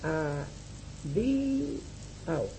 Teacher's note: La U no es vocal, es semivocal · Term: U supersignada